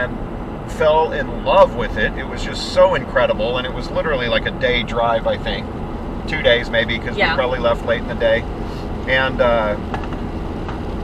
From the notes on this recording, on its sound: Driving Oregon to Montana on a shitty road.